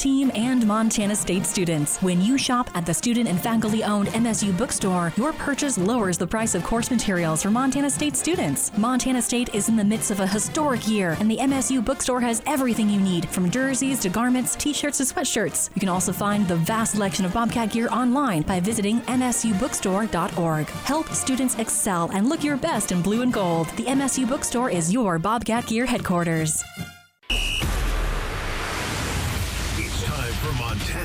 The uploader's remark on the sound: live from Gray Wolf Peak Casino